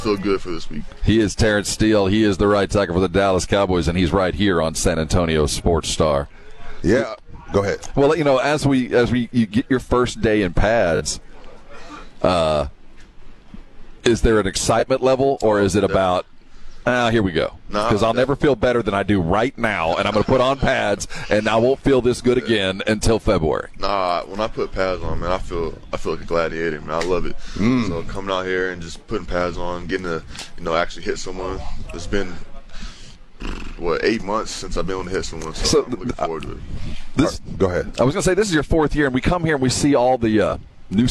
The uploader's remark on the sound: Live from Dallas Cowboys Training Camp. Live from Dallas Cowboys Training Camp.